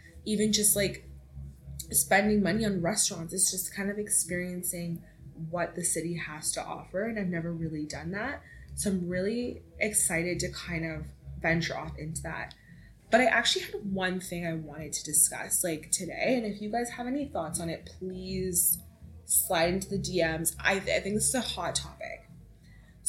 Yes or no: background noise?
yes